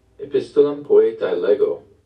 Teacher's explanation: the diphthong ae in Latin is pronounced I, like eyeball